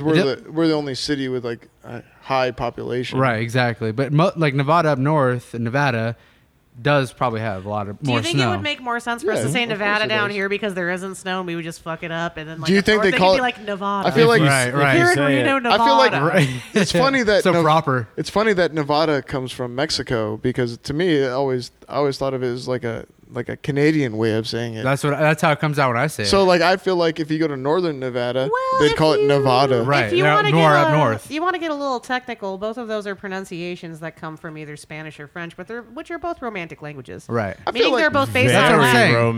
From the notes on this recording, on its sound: Recorded at West Coast Tattoo Parlor in Las Vegas, NV.